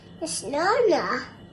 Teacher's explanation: the first syllable of banana, again, is so soft, it's actually called a schwa, the most important and common sound in the English language, which she hasn't actually registered yet.